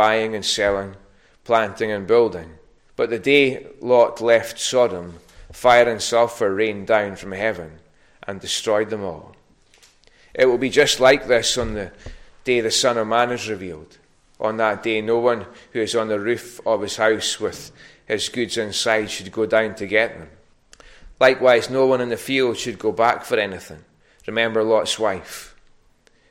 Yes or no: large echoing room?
yes